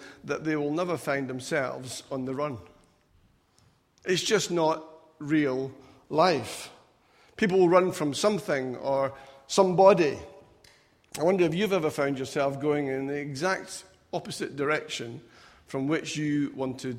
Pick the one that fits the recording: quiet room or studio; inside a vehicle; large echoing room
large echoing room